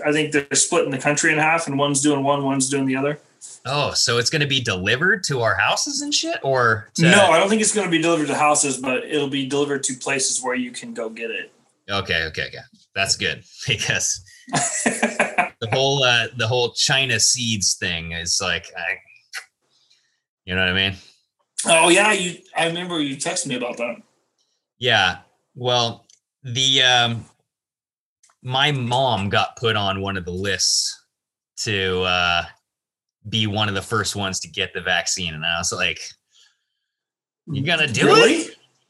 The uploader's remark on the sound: They meet up via Zoom.